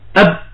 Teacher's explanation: في آن نطقه حدث أن التقت الشفتان فأغلقت مجرى الهواء غلقا تاما · Term: غلق تام